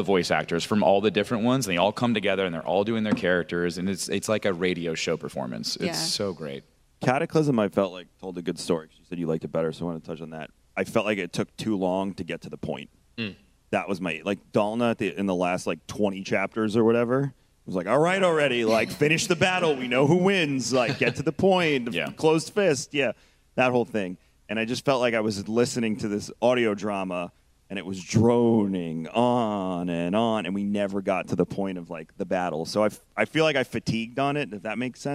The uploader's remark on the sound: Live from GCX. Gaming Community Expo.